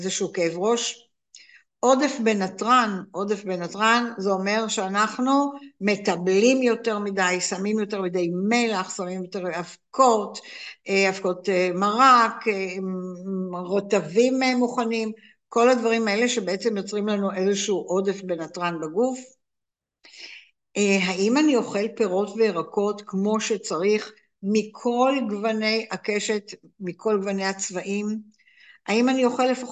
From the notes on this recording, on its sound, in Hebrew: הקלטה של הרצאת זום